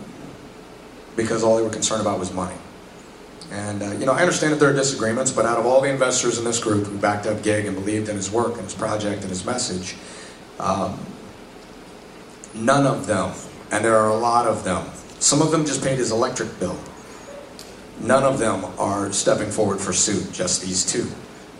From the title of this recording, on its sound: Panel from Pensacon 2016